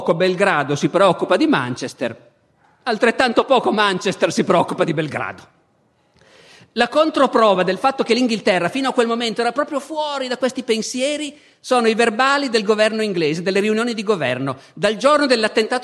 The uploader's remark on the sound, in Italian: Festival della Mente, 2014